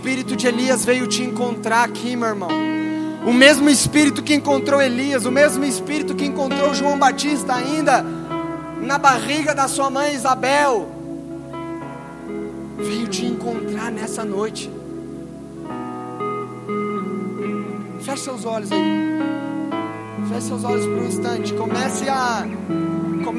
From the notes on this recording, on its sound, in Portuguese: Palavra gravada no Conferência Apostólica da OBPC Pinheirinho.